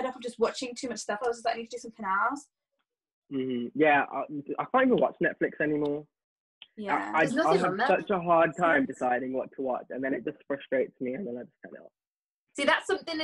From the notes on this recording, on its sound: We’re back to the zoom calls